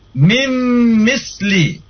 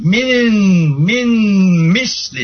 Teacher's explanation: Jadi nunnya enggak dibaca lagi, langsung ke mim ya. · Shown in: first take · Mim misli. Tidak boleh min misli salah ya.